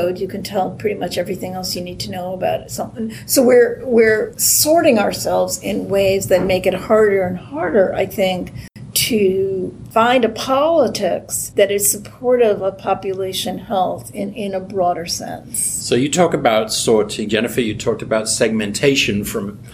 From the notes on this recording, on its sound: This episode was recorded at Temple Law during Temple Law’s celebratory Law Review Symposium: Looking Back and Looking Ahead, 10 Years of Public Health Law Research in September 2019.